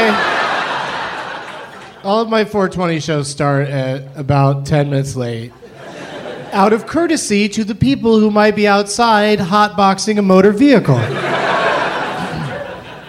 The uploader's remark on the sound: Live from Portland, Oregon